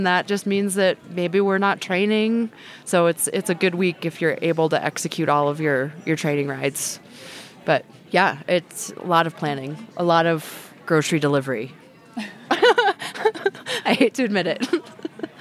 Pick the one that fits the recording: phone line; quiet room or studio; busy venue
busy venue